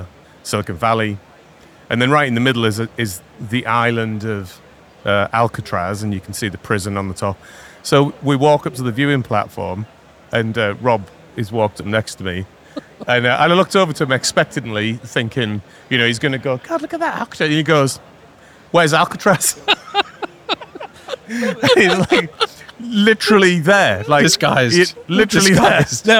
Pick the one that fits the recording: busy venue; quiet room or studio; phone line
busy venue